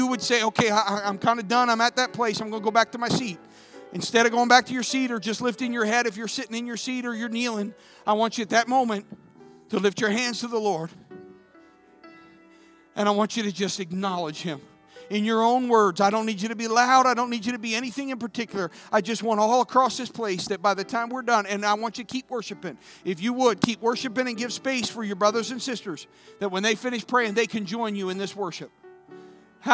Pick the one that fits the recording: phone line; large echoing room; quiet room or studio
large echoing room